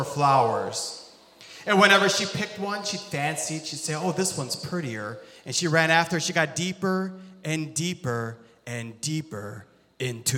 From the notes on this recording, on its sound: This sermon was recorded live on July 31st, 2022 at Newark United Pentecostal Church.